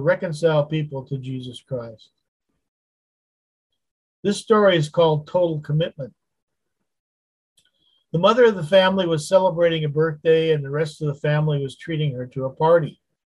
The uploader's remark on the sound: Wednesday Zoom study